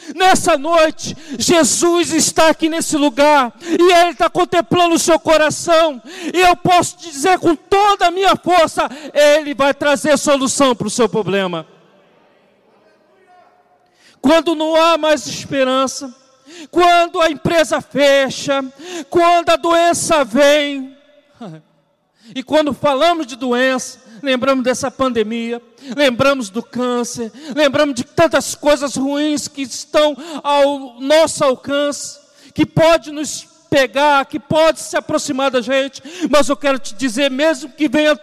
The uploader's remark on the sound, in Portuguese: CULTO DE LOUVOR E PALAVRA AO VIVO